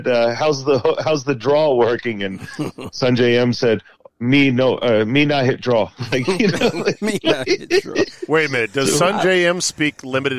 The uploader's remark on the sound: In the "Mobile Strike Studio". Joins by phone.